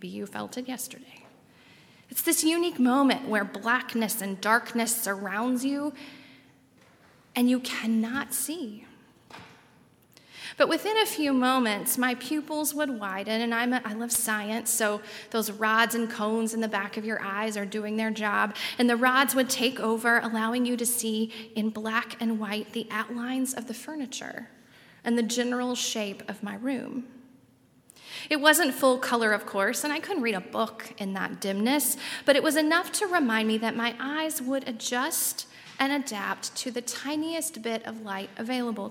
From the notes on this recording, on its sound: on Sunday, December 22, 2019, at Highland Baptist Church